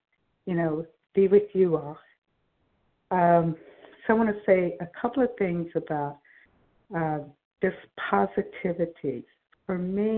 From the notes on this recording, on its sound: 100 Pounders Phone Meeting